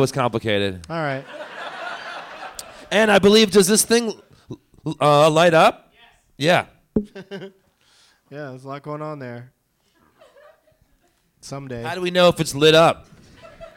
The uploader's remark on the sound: Live from Helium Comedy Club in Philadelphia